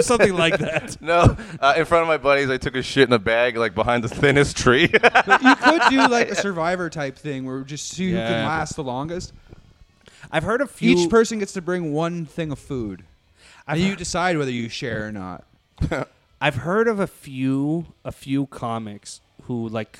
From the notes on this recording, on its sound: recorded at Rivals Sports bar